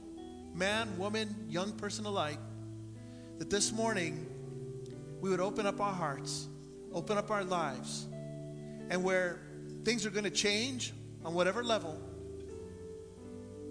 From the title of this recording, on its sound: Sunday Morning Service